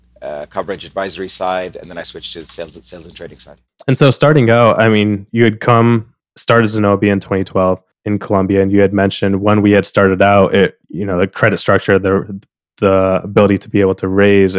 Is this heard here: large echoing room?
no